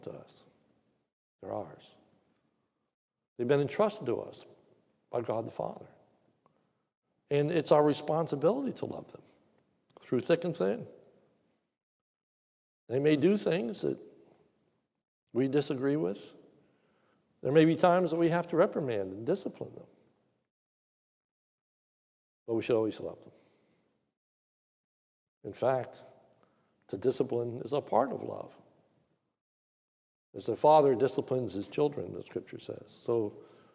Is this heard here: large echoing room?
yes